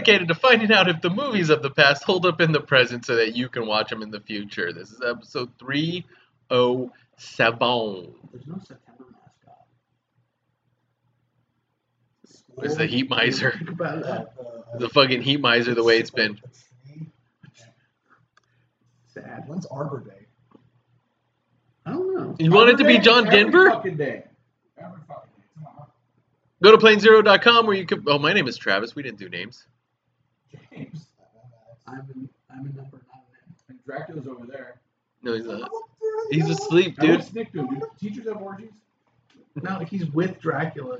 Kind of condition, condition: fault, poor sound quality